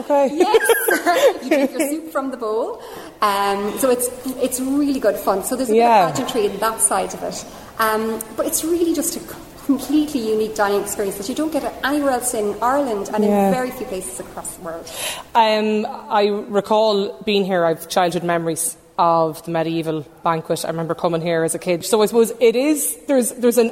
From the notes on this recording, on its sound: Lunchtime Live is LIVE from Co Clare as part of Newstalk's Summer Tour.